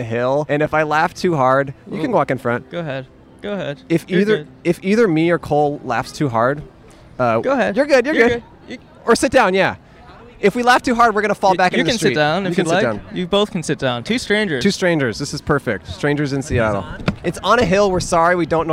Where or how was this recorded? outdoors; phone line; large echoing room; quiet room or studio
outdoors